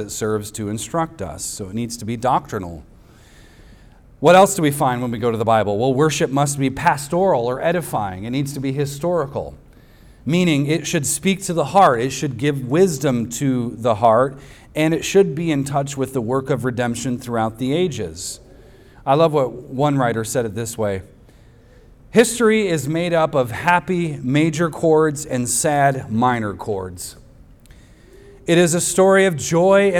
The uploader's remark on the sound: At the weekly worship gathering of Cross & Crown Church.